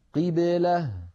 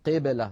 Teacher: القاف مكسورة، لابد من خفض الفك عندها · Shown in: first take · ولا نقول قبلة مثلا.